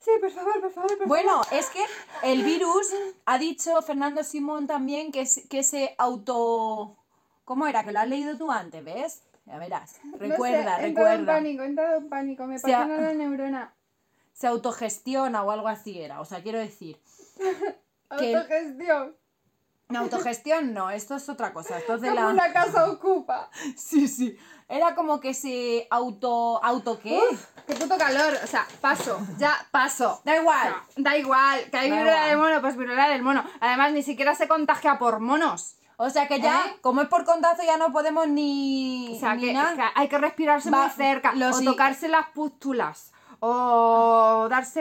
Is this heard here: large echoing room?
no